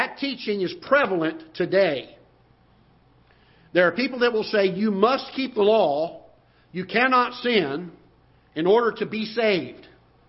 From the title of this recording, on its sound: Ketha Heights Baptist Church ~ Live Broadcast